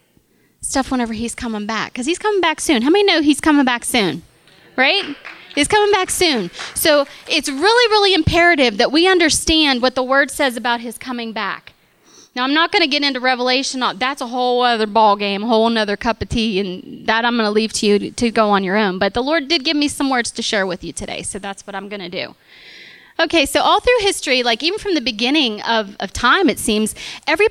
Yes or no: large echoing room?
yes